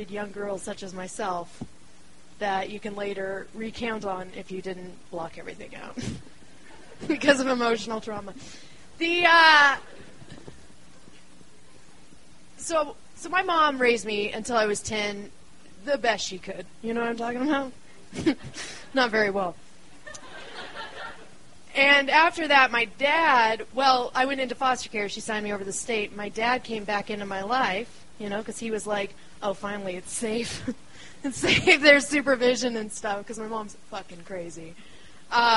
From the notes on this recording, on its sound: The show was recorded on December 20, 2012 in the roiling and crowded belly of Denver, Colorado's beloved Deer Pile community space.